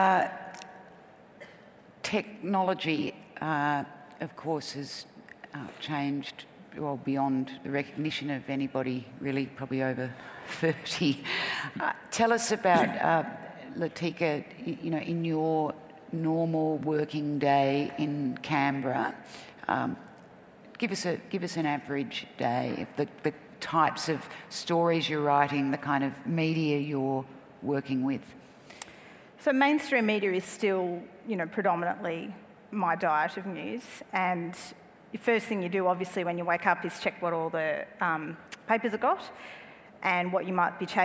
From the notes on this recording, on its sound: Recorded live at Melbourne Writers Festival 2015.